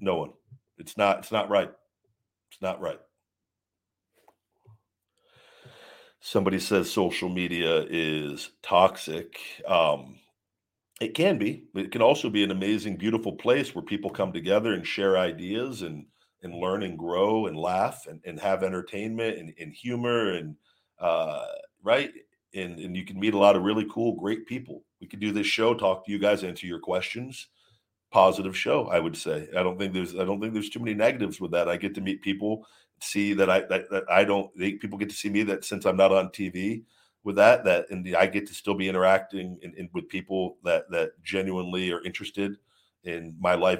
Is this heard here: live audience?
no